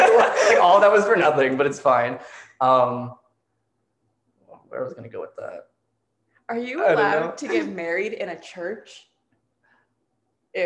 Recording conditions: poor microphone